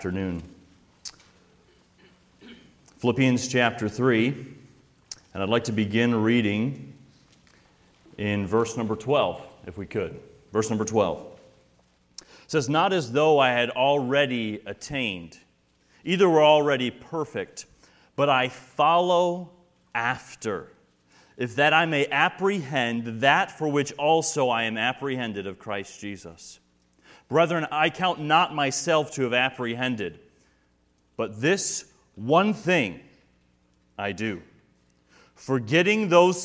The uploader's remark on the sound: sermons and workshops delivered at the 2023 Thee Generation Youth Summit at Falls Baptist Church in Menomonee Falls, WI